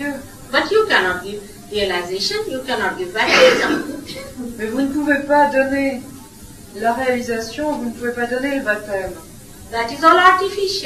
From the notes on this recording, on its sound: At a Sahaja Yoga public program in Nice, France. With French translation.